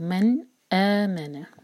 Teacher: اظہار کا مطلب ہم نے نون کے ساؤنڈ کو کلیئر پڑھنا ہے اور یہاں ٹائم نہیں دینا